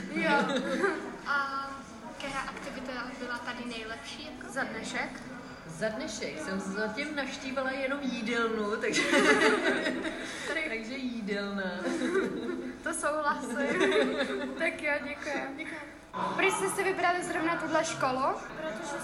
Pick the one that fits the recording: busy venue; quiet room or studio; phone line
busy venue